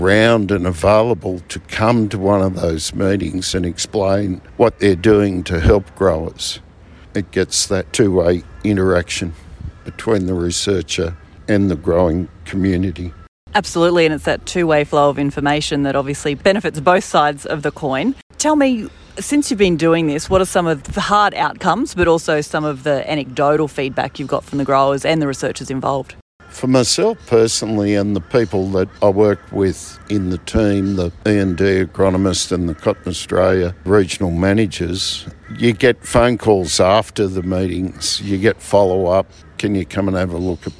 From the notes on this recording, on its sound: At the Australian Cotton Research Conference in early September. Caught up with him between Conference sessions for a quick chat.